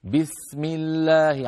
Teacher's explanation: الكسرة في بسمي لا تمطيها زيادة، لا تقولي بسمي، قولي بسم الله على طول.